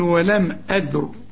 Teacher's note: هتقول لي دي قبلها الدال سكون، أقول لك سيبك من الساكن، إذا كان في ساكن سيبك منه وشوف اللي قبله. الهمزة مفتوحة يبقى الراء عند الوقف مفخمة، لكن عند الوصل مرققة لأنها مكسورة